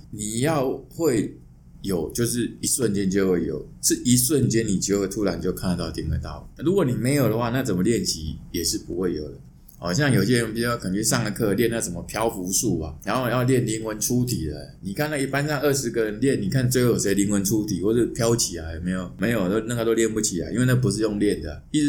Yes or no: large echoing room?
no